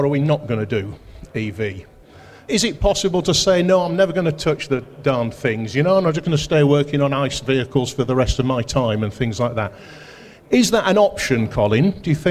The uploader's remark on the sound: This episode we visit the aftermarket trade show Mechanex, where just that happened. We got five of the UK’s most well-known commentators on stage.